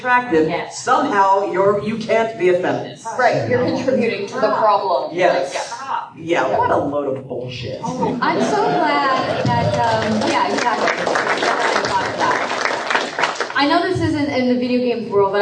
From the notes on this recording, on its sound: The F-Word panel at PAX Prime 2014.